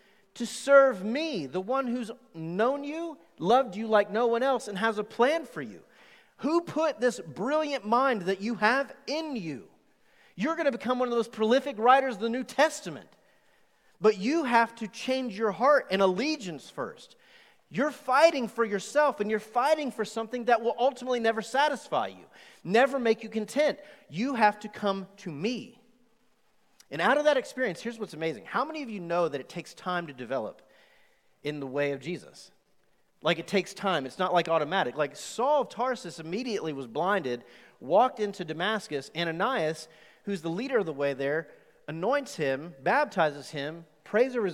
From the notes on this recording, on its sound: Recorded live on August 2, 2020 at The Fellowship in Nashville.